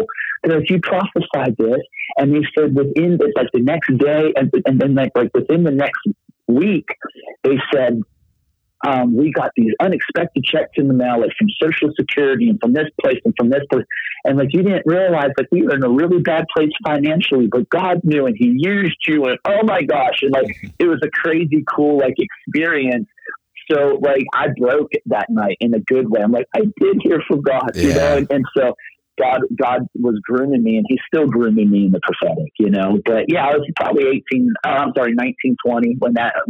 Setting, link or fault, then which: link, phone line